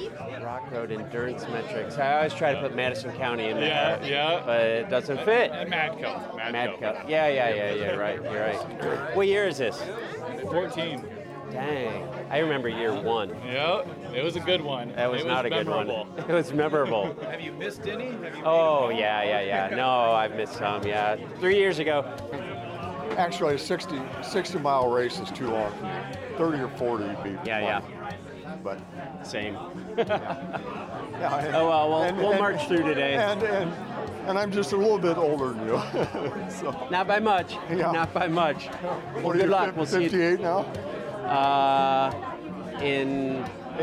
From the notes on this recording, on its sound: Bring a mic along on a 100K winter gravel race in south central Iowa, CIRREM, and weave it into an episode to take you along for the ride. On-the-bike gravel race experience.